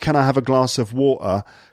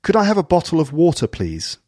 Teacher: No glottal stops, so none of those dropped T sounds. · Shown in: second take